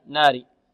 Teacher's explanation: كلمة ناري هذه فيها النون مرققة والراء مرققة